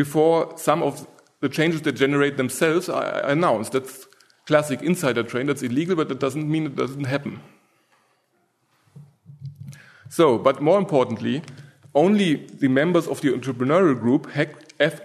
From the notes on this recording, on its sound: From the session on "New Frontiers in Austrian Economics," presented at the Austrian Economics Research Conference. At the Ludwig von Mises Institute in Auburn, Alabama.